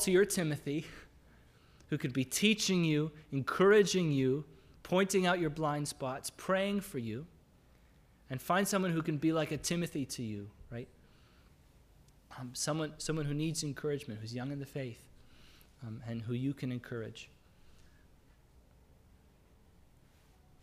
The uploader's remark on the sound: This is the audio from the entire service.